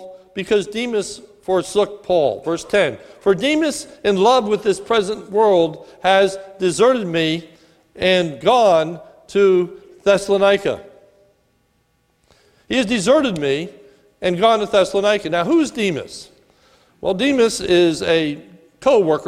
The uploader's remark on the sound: This is a sermon recorded at the Lebanon Bible Fellowship Church in Lebanon, PA on 4/8/2018 during the morning service